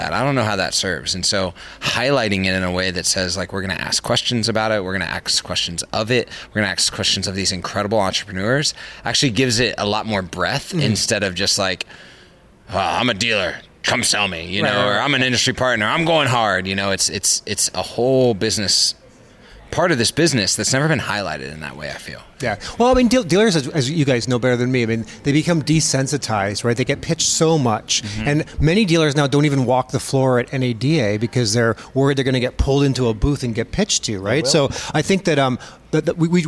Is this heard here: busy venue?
yes